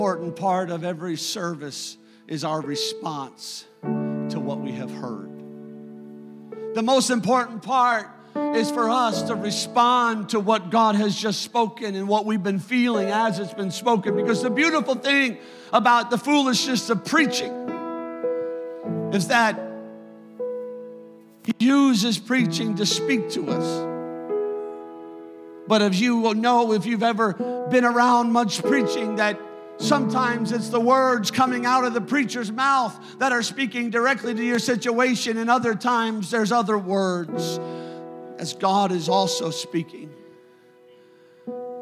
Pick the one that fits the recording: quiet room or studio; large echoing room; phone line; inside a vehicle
large echoing room